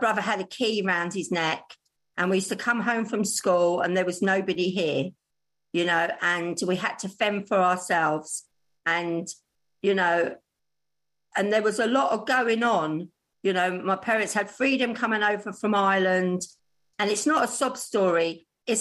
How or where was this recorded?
video call